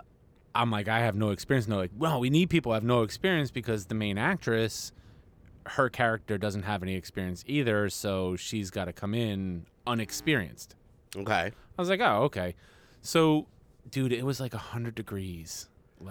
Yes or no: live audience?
no